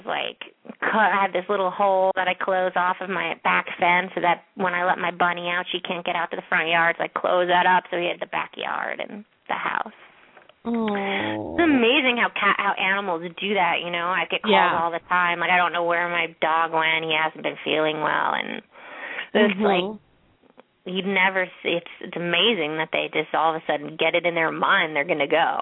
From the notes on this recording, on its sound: open up the lines for listeners to call